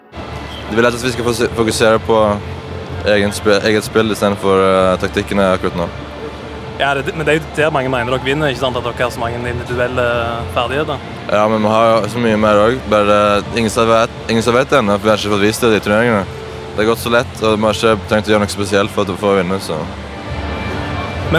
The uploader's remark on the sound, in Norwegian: I bakgrunnen lyder brølene til tusenvis av ivrige fans. De er alle samla i en baskettballarena i New York.